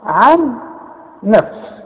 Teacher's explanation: عن نفس ادغام، واخد بالك ادغام بغنة